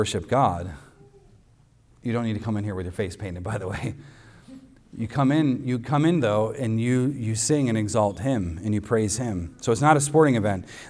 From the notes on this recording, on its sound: recorded on Sunday, July 2nd, 2023, at the weekly worship gathering of Cross & Crown Church